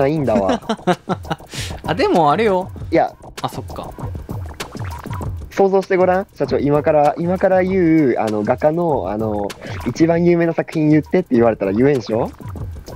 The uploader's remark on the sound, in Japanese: 今回は初めての外収録！私が自粛期間ということもあり、密室での収録を避けました。